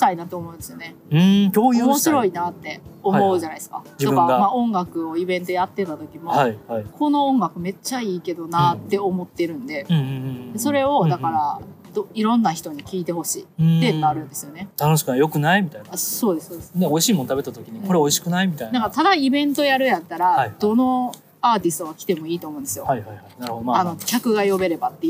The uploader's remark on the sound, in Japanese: 野外収録